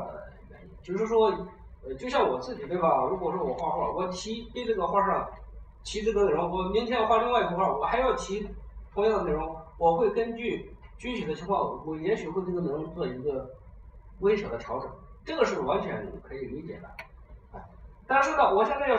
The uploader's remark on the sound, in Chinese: 讲座录音